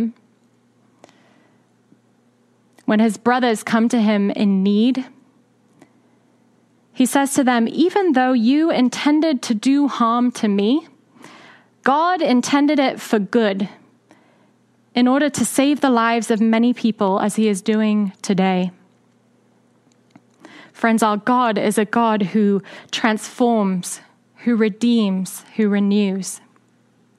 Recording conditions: large echoing room